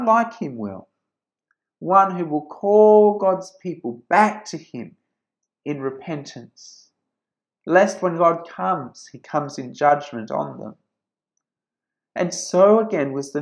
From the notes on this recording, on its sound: This sermon was preached at St George's Church, Penang on 23rd December 2020.